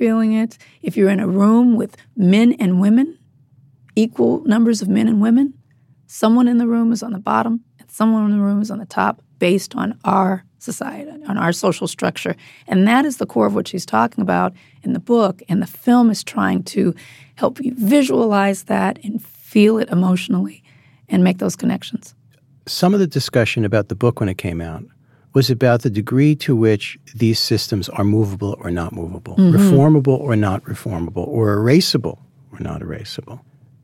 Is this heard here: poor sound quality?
no